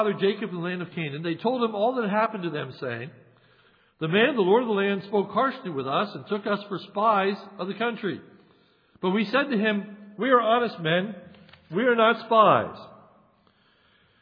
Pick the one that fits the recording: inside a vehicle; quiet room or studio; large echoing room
large echoing room